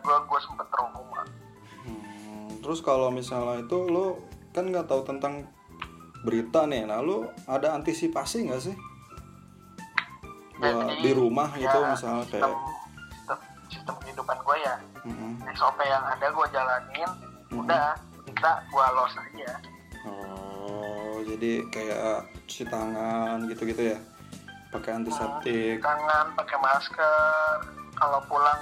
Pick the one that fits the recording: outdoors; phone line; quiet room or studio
phone line